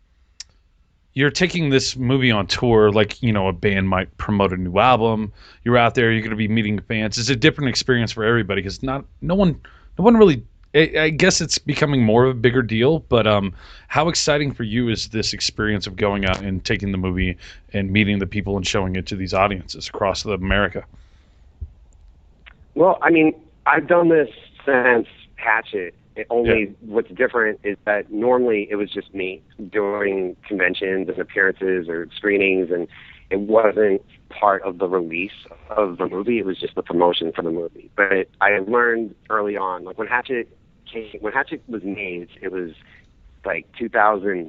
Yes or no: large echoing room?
no